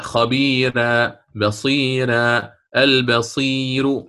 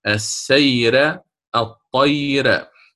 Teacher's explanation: بالترقيق في الراء، لأنها سبقت بياء ساكنة لازمة · Term: ترقيق الراء